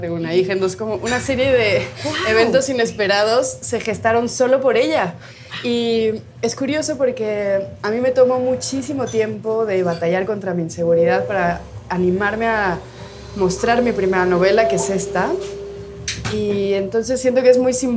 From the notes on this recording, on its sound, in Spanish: En este capítulo especial grabado desde Clarice Café y Literatura